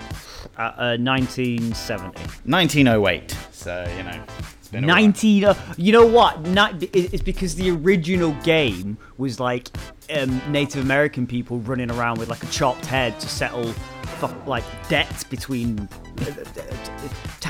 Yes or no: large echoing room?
no